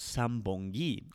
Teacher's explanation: when an N sound is put in front of a B, P, or an M sound, it becomes a M, like the letter M.